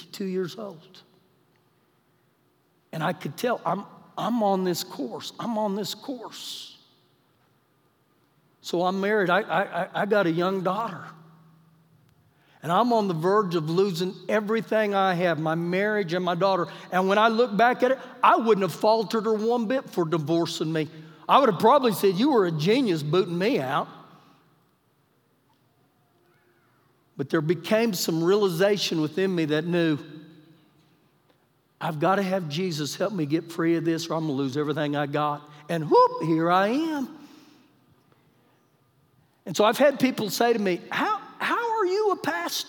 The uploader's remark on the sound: Recorded live during our Sunday service on 07-26-2020